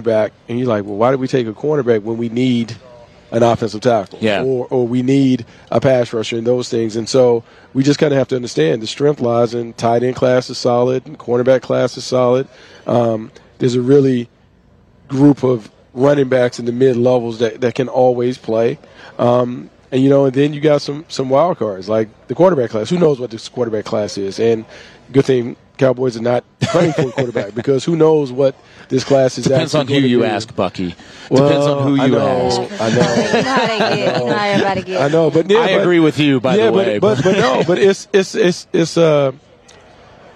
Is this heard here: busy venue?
yes